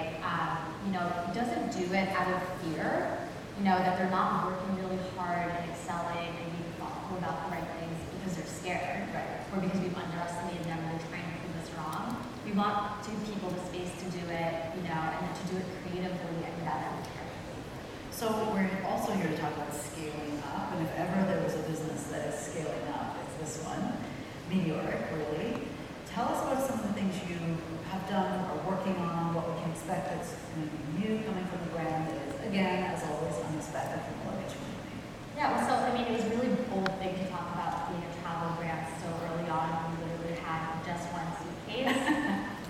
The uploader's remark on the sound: in #Toronto, at #The Elevate Technology Conference and captured her talk on stage